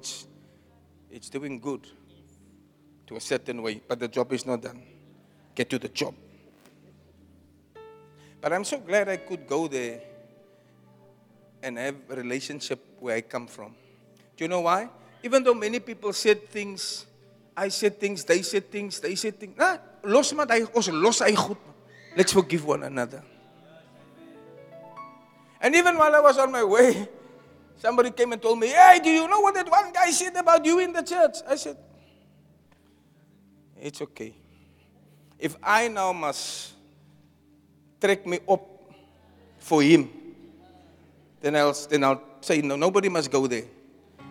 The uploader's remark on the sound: Preached at Zion Sanctuary, Cape Town